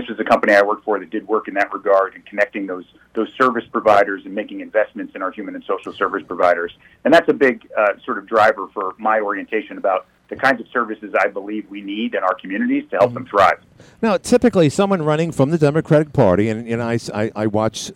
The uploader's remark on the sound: called in today